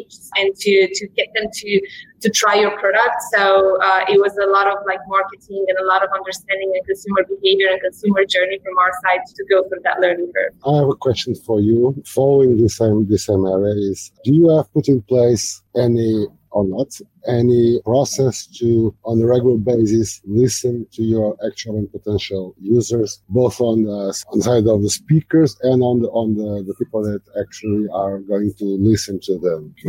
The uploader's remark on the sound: This episode was first recorded as a webinar in January 2020 and converted to a podcast.